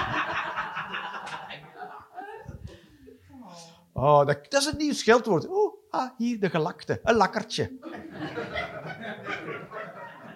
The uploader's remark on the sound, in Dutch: Live 6 September 2023, bij ComedyhuisClub, Utrecht